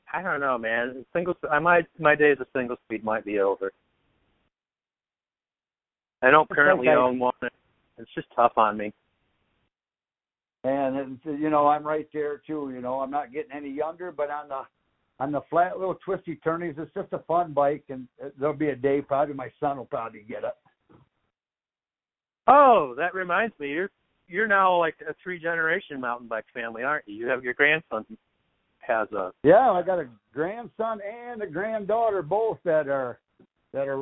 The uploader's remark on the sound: a phone conversation